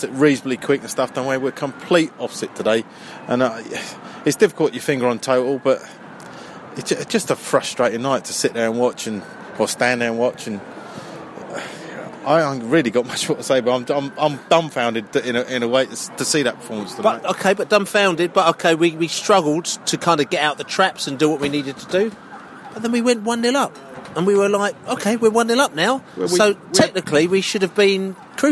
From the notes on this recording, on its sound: Post-match podcast from the pub.